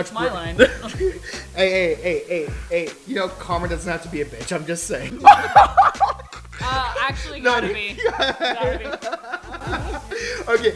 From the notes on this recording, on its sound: The first live audience podcast of the year.